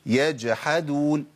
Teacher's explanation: مهم قوي ان انا ابين القلقله وابين انقطاع الصوت والنفس في الايه؟ في حرف الجيم